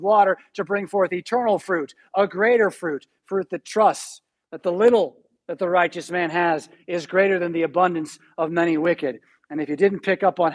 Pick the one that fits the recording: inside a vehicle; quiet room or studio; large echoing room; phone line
large echoing room